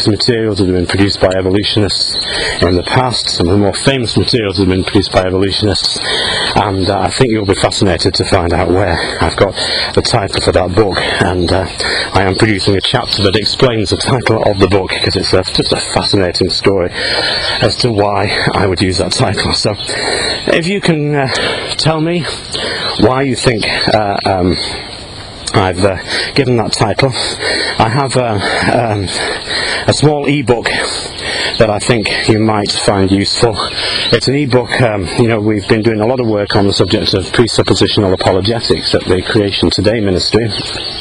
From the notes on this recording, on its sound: while out walking his dog